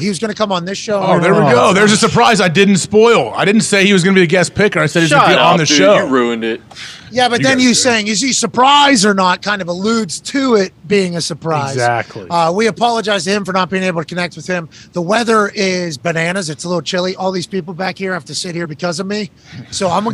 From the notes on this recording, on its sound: LIVE From The ThunderDome. LIVE from Austin, Texas from the GameDay set in the middle of some terrible weather.